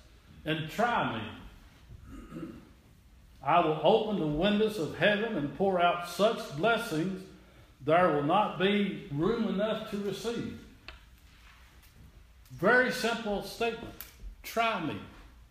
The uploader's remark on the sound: This is an audio recording of the Sunday service at Persia United Methodist Church in Rogersville, TN on Sunday, February 26, 2017.